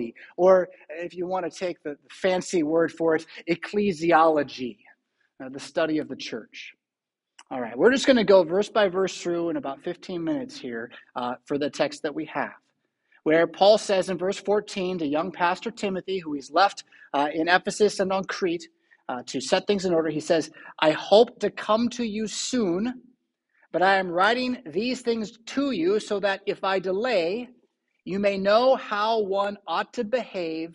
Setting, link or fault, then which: setting, large echoing room